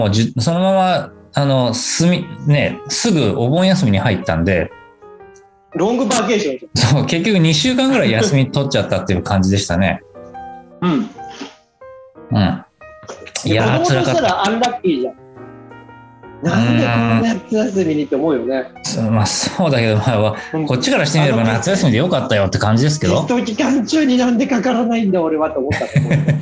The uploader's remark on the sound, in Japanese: 先週に引き続き、ZOOM 収録を行っております。